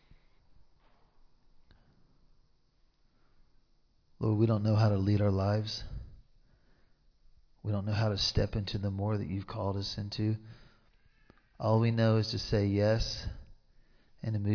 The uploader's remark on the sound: Recorded live in Liberty Church on 5 March 2023